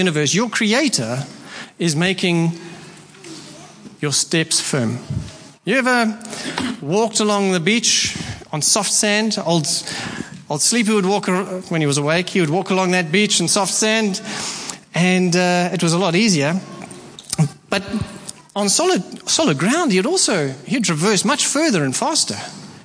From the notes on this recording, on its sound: Preached at Horsham Downs on 28/01/24